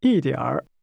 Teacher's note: Your tone should fall from the high level to the low level, then begin to rise again.